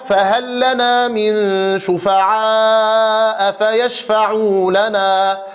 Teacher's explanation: هذه لام ساكنة وقعت في حرف هل وبعدها لام مثلها فوجب الإدغام، ويقال عنها لام حرف وحكمها وجوب الإدغام.